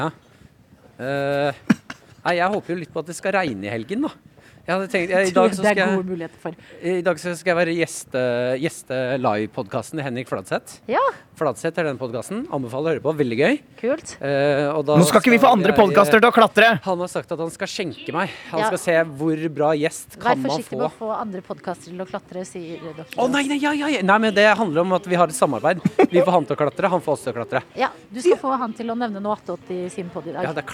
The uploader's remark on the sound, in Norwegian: live fra IKEA